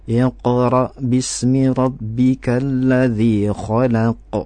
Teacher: Kholaqo, kholaqo. Ya, jadi langsung ditafkhimkan atau ditebalkan kol-kolah dari huruf kof tersebut